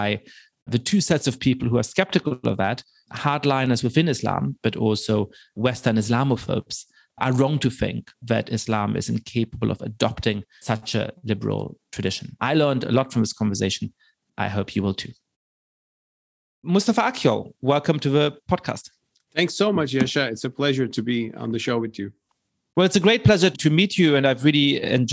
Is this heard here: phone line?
no